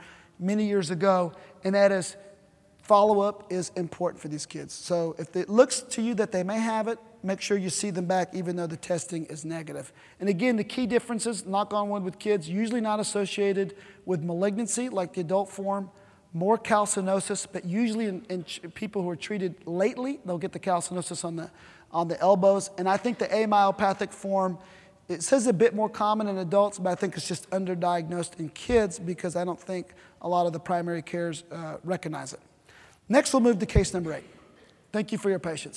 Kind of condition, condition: setting, large echoing room